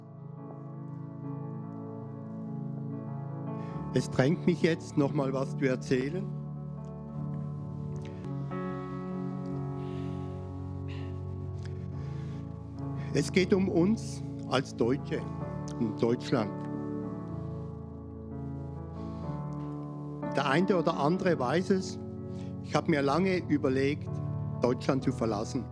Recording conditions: large echoing room